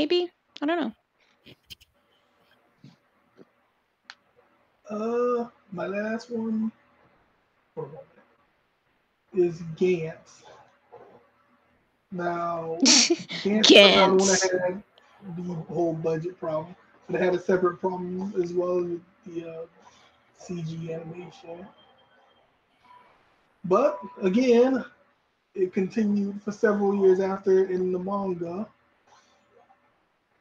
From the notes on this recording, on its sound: We are aware of the sound issues and are still working on it so apologies in advance for the quality.